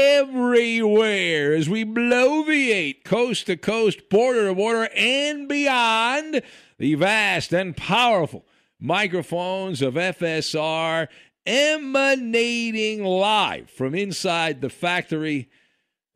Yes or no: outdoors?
no